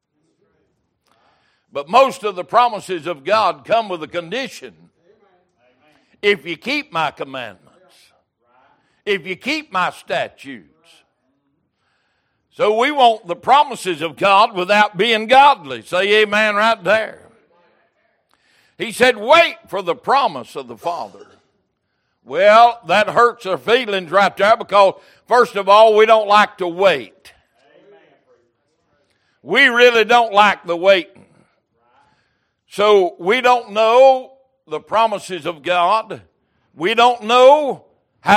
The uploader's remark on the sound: Recorded January 8, 2023 - Sunday Evening Service